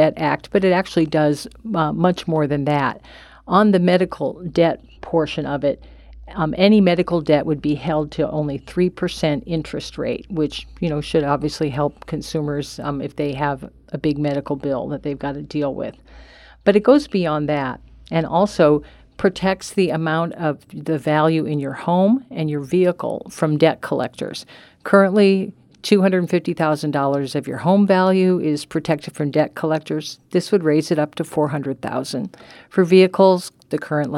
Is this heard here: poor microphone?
no